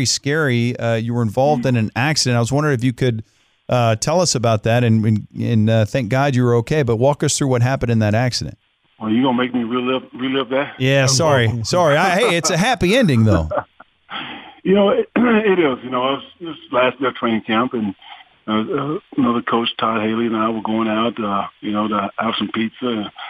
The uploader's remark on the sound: Called in to the Ben and Skin show.